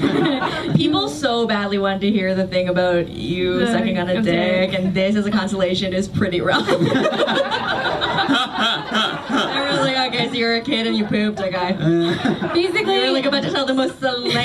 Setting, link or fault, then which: setting, live audience